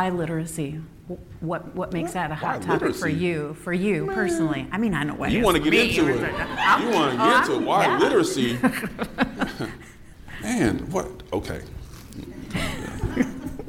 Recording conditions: live audience